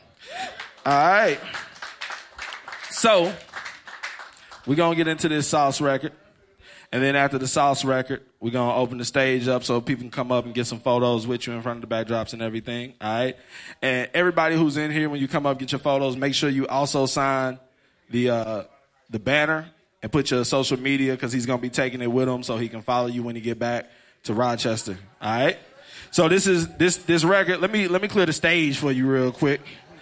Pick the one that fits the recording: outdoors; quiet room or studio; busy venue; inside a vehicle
busy venue